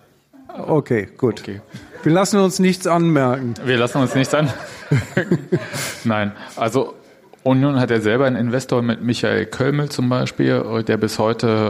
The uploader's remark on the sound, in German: Da nur wenige Karten verkauft werden konnten, stellt das Deutsche Theater freundlicherweise die Aufnahme der Veranstaltung allen frei zur Verfügung.